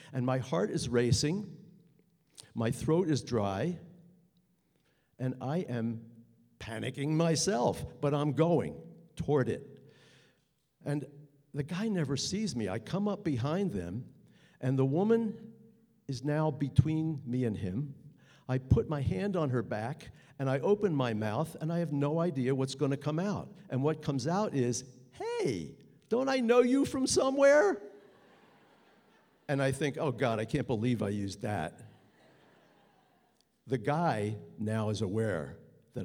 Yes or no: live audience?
yes